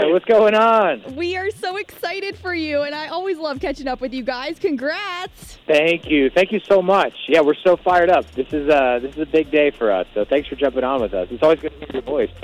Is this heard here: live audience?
no